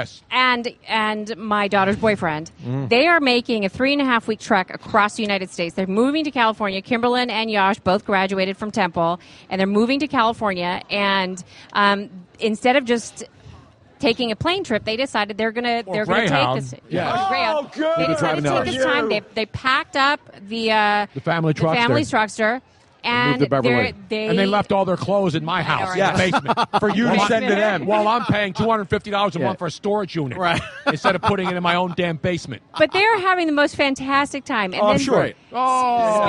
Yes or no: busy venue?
yes